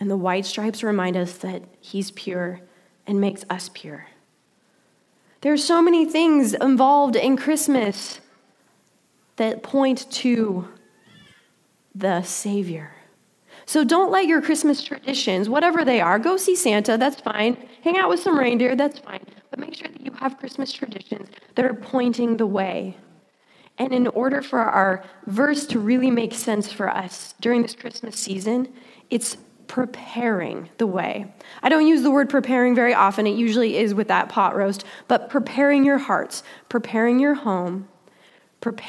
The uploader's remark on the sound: Delivered during the Contemporary Worship service.